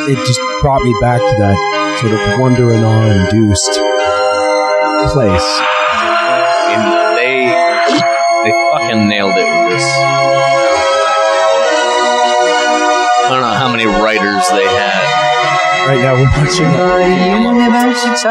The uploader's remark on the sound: This episode was recorded in early August of 2023 when we were still working out the audio kinks for quality sound. Apologies for the poor sound quality.